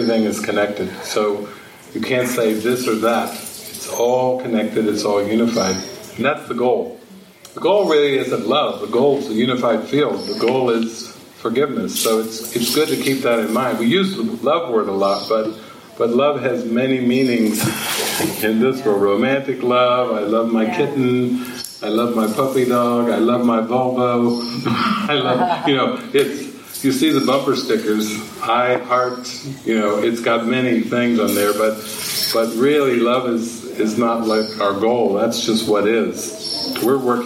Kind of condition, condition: setting, live audience